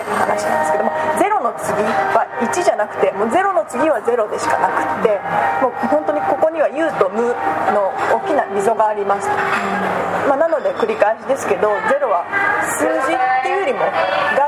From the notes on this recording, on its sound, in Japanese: 飲食店での収録のため雑音が多くなっております。